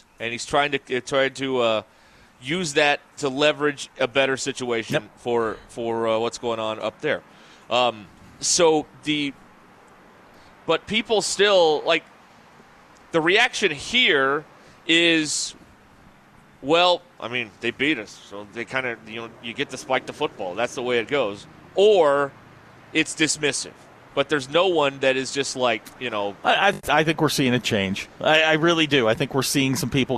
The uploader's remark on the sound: The guys are live at Gellco Outdoors in Fort Smith